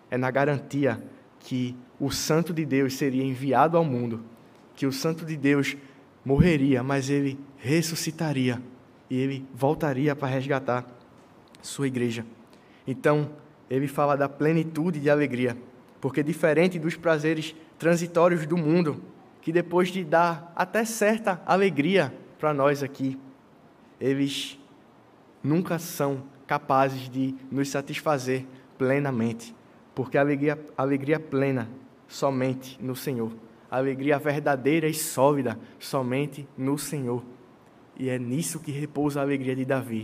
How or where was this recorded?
large echoing room